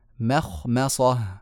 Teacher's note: ميم مرققة خاء مفخمة ميم مرققة صاد مفخمة · Term: مرقق مفخم